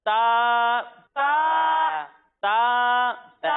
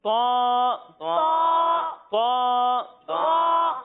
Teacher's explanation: توا حروف مستعلیہ میں سے ہے تو اسے ہم موٹا کر کر پڑھیں گے · Shown in: second take